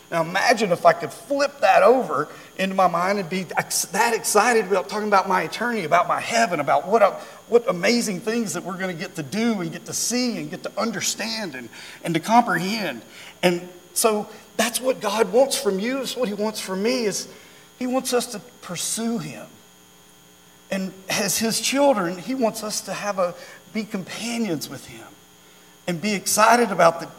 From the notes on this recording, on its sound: during our Wednesday night Live service